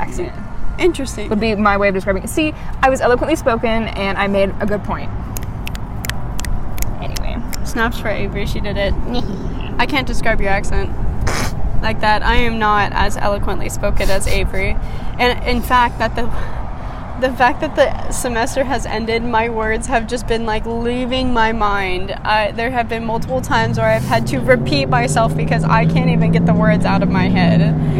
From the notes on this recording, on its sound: This week we take a walk